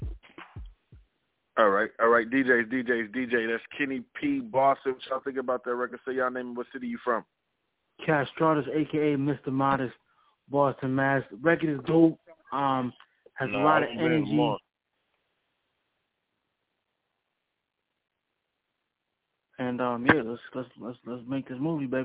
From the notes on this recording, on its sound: NerveDJs Bi-Weekly Conference Call